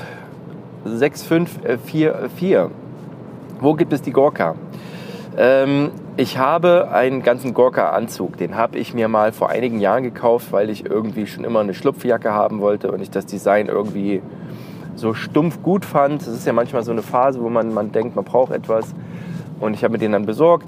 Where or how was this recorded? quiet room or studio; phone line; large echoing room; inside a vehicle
inside a vehicle